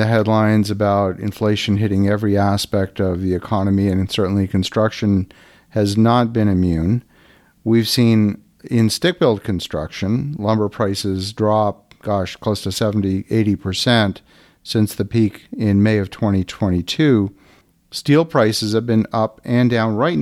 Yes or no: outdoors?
no